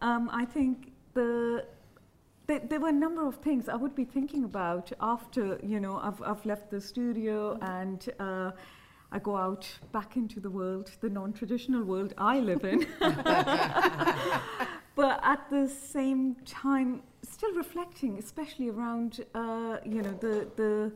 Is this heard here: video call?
no